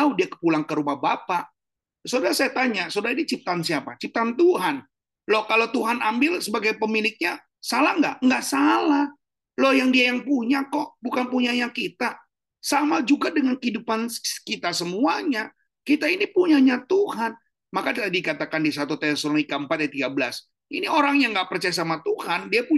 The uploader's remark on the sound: Audio Zoominar.